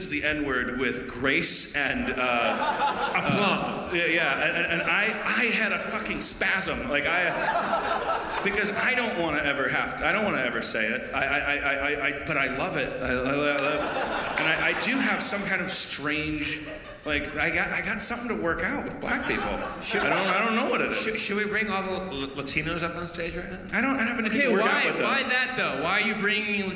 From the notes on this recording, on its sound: Harmoncountry: Madison, WI. The audience shouts weird things!